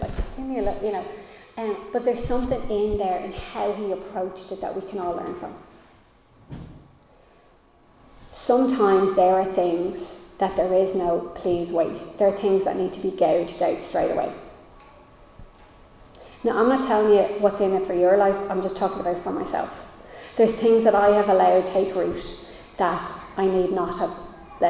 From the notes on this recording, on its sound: Recorded live in Liberty Church on 10 July 2022